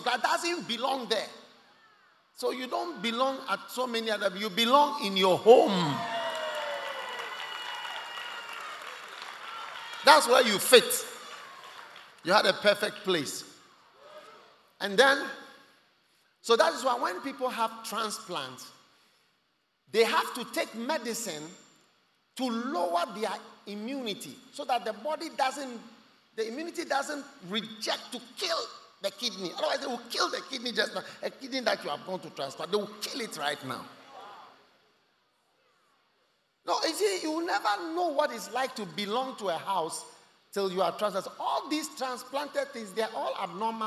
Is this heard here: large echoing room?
yes